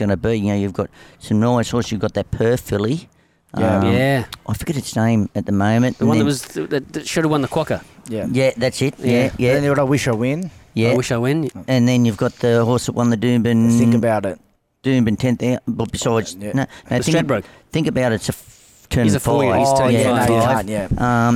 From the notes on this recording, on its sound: This episode was recorded at Mosman Rowers.